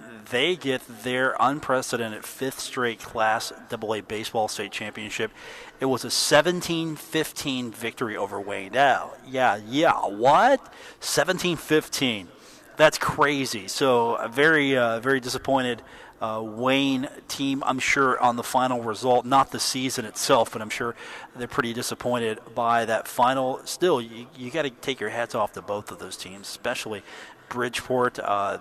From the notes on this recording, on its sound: Live at The Union Pub and Grill.